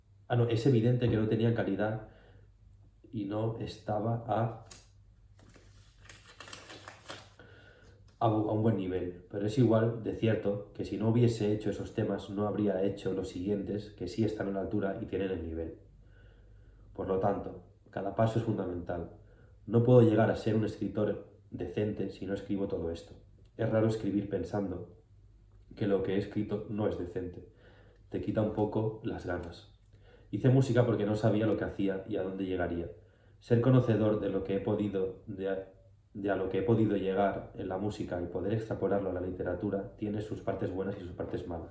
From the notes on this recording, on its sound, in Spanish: Este es el primer video en el que estoy delante de la cámara explicando cosas. La palmada era para sincronizar el audio del micro que no he puesto a grabar.